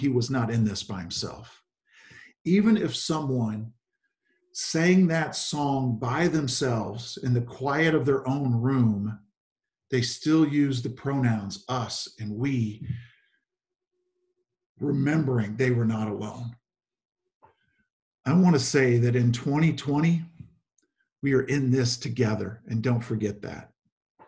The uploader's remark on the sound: Zoom Sunday 11/29/20 (Audio)